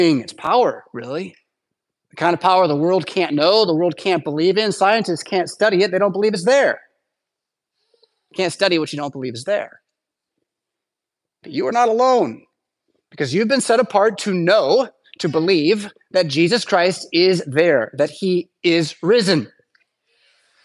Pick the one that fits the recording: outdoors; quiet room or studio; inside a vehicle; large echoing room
large echoing room